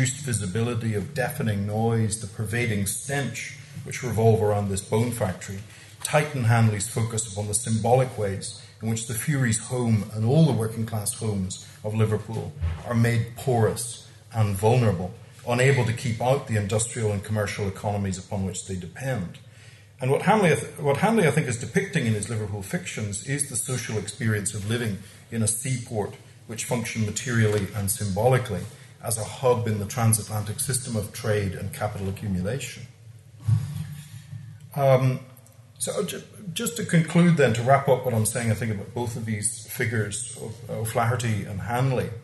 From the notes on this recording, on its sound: recorded at the Dockland Encounters Symposium.